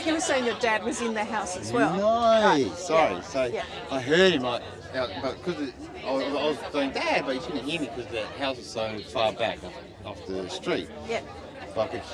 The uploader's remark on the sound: This episode was recorded in a crowded space, so the recording quality isn't ideal.